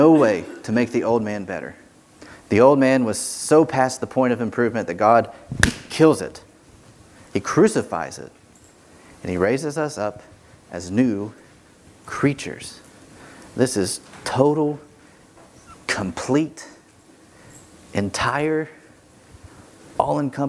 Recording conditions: large echoing room